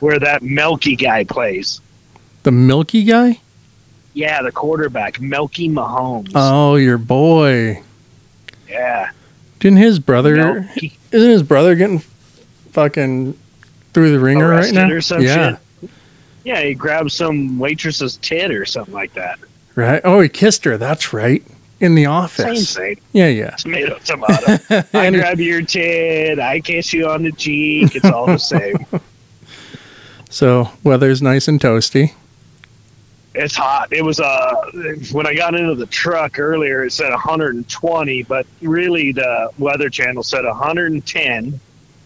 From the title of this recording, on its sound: On the phone